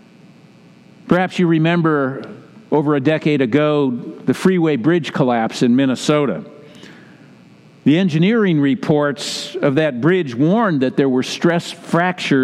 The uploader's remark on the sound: Message delivered during the Classic Service.